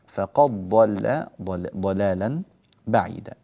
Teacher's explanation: لا تغلظ طبعا وكذلك في ضلالا اللام لا تغلظ بعد الضاد والدال في فقد تدغم في الضاد وينطق بضاد واحدة مشددة